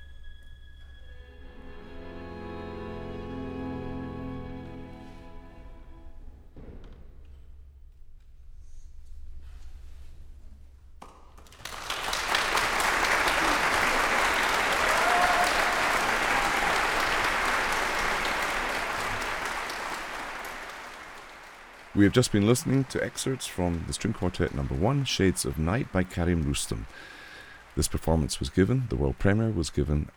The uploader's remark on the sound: At the base of the majestic Teton mountain range in Jackson Hole, Wyoming. Live from the Grand Teton Music Festival.